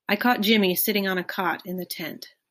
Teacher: the so-called caught-cot merger, where the neighboring ah and aw sounds have merged in certain dialects